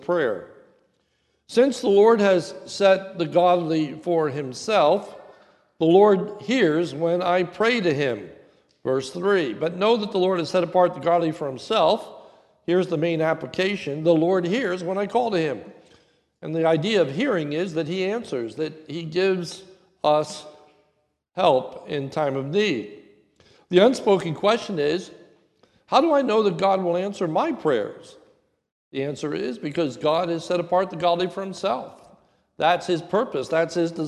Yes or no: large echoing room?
yes